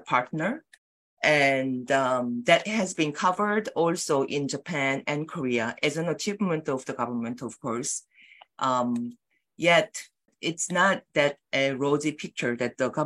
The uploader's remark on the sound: On this 31st annual general meeting of the Global Network against Weapons and Nuclear Power in Space, held over ZOOM.